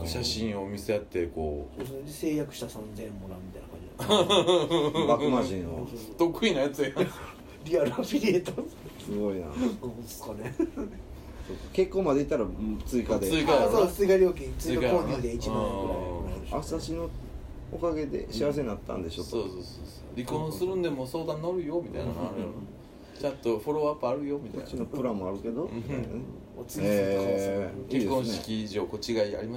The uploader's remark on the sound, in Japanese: 神戸、SPACE DOG!RECORD(お店)より。